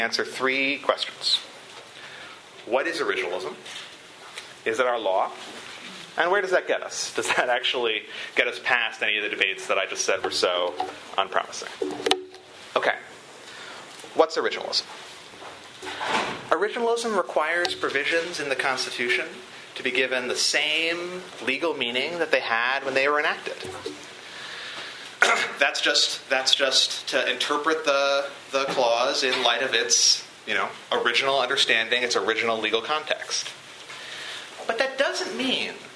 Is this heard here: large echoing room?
yes